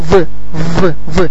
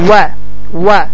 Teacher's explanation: Fəthəli hərifdən sonra sükunlu vav gələndə və vav hərfinin məxrəci dodaqlar gönçə şəklini alır və dişlər dodağa toxunmur · Shown in: second take